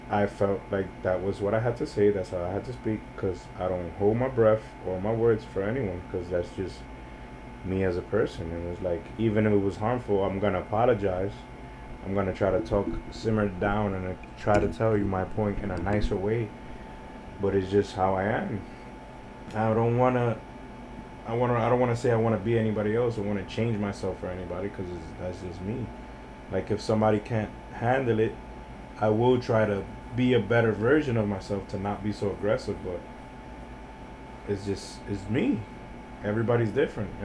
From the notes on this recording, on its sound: I decided to release the first EVER episode I recorded alongside someone. Did not want to release this episode because of how trash the audio was.